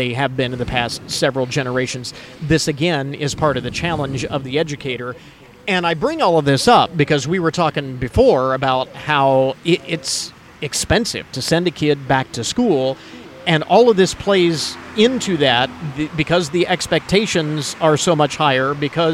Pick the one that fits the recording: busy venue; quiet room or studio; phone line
busy venue